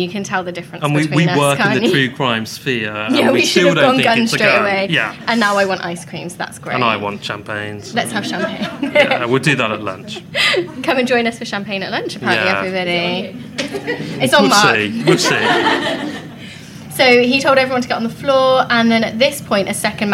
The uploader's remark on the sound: Our first ever live show! In front of an actual live audience! We had a blast at CrimeCon.